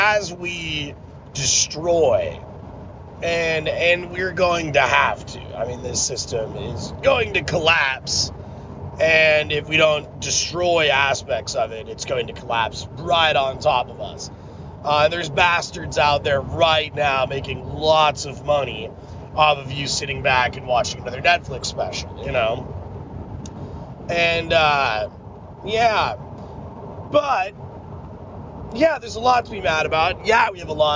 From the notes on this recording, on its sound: me rambling in the car